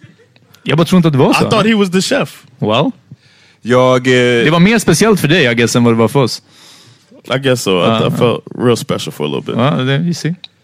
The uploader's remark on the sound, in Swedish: Live från HOBO Hotel. Stort tack till alla som kom och supportade oss på plats!